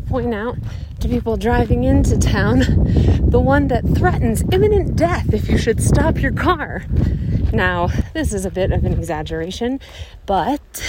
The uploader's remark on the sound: This is a little audio & photo tour of some of my favorite magical moments in this high-alpine valley, all below 11,000 feet.